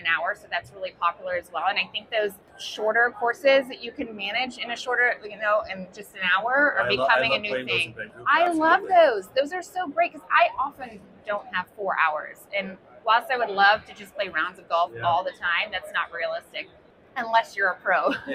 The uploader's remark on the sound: LIVE From The 2023 PGA Show! Found some time to squeeze in a couple of ModGolf Podcast recording sessions.